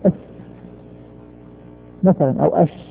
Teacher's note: وضع يدك أمام فمك، ماذا تلحظ؟ تلحظ ان النفس يجري، نفس يخرج · Term: صفة الهمس